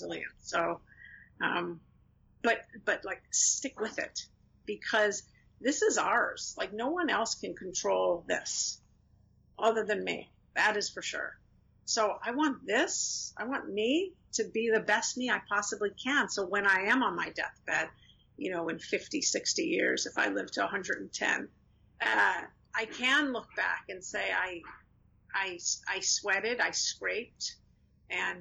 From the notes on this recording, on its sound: We have cleaned it up as much as possible.